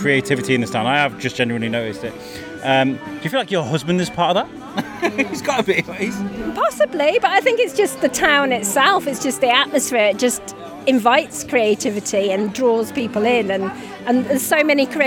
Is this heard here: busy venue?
yes